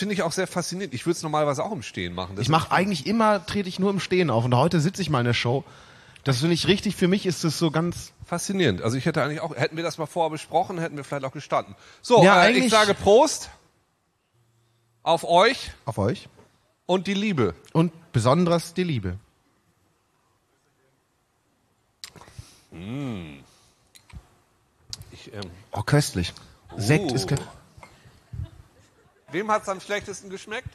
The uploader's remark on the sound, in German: Live in Dortmund. Im FZW Dortmund aufgezeichneten Liveshow.